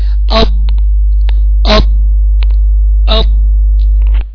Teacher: مكتوم، مع انه هو من الحروف الاستعلاء وحرف من الحروف القوية، بس فيه صفة الرخاوة اللي هي جريان الصوت